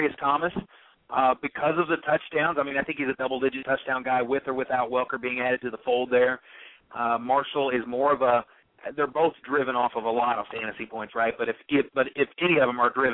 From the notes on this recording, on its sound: Special CALL-IN show. Tonight we're inviting listeners to call up the show.